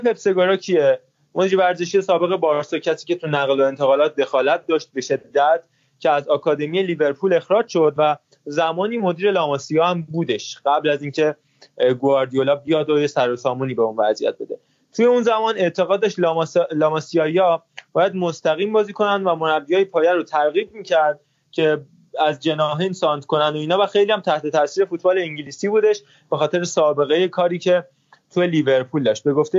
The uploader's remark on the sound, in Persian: پیشاپیش عذر ما رو بابت اسکایپی بودن و کیفیت کمتر صدا نسبت به اپیزود های اصلی بپذیرید.